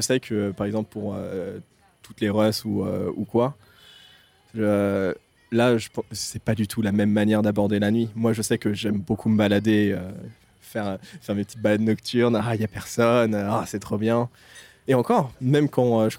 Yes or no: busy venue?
yes